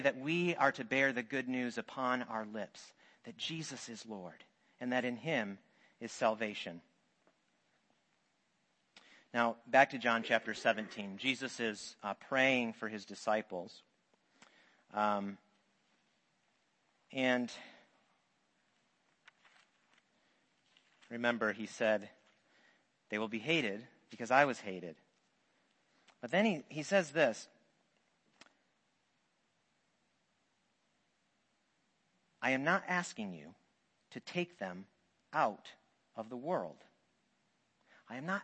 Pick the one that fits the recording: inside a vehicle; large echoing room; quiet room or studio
large echoing room